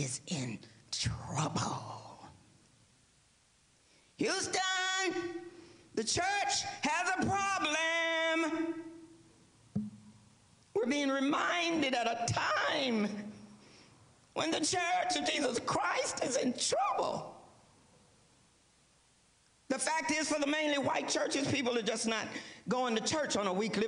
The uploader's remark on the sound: First United Methodist Church of Pacoima for a special recorded live service on June 25, 2023. We are located at 12550 Van Nuys Blvd.